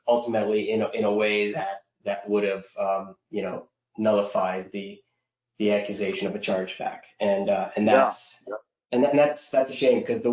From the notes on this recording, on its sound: Webinar Replay – Audio from an earlier webinar